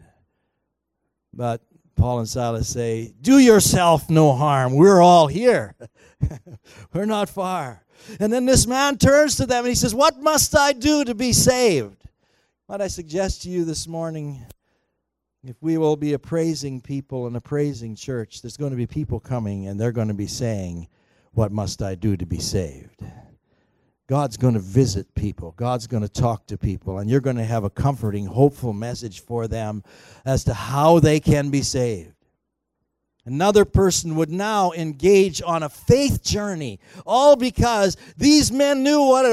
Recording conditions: large echoing room